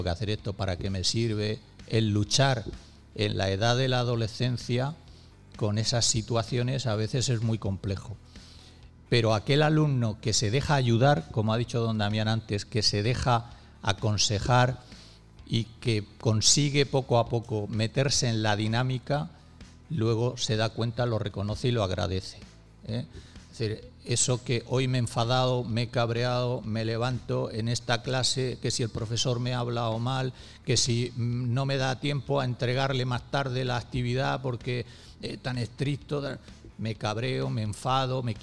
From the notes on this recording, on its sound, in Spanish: todo el equipo REC se trasladó de nuevo hasta el Auditorio La Lonja de Orihuela para celebrar unas jornadas de radio en directo